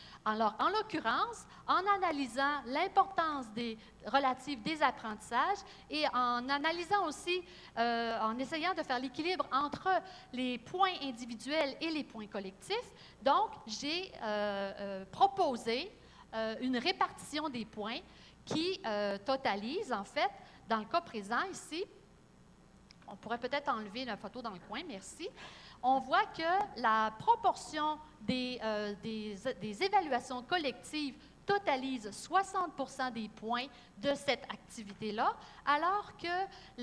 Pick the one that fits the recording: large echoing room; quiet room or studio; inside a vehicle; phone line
large echoing room